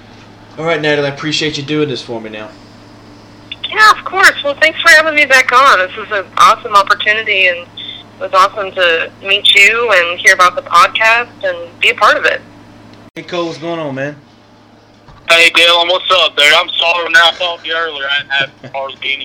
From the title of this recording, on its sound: Good Friends Call